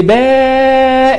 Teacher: هنطق الفتح مرتين يديني ألف مد، هنطق الضم مرتين يديني واو مد، هنطق الكسر مرتين يديني ياء مد · Term: الحركة الممدودة